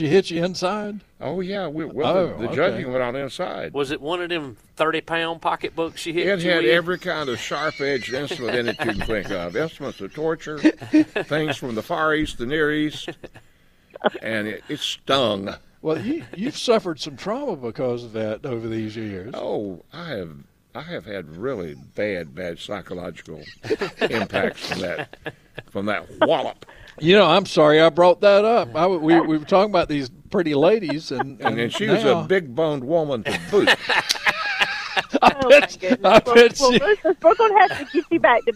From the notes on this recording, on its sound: broadcasting live from Bell’s Carpet & Floors.